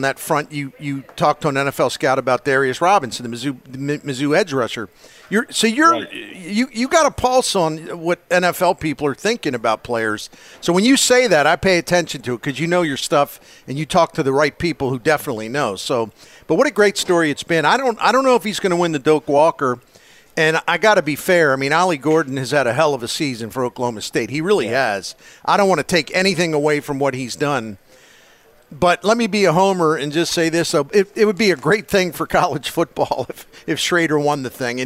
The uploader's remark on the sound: Broadcasting live from Friendly's Sports Bar and Grill at 3971 Bayless Ave. In South St.